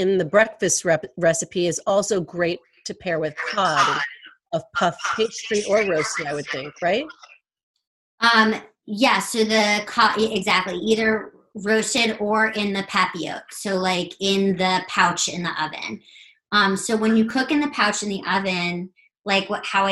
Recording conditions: video call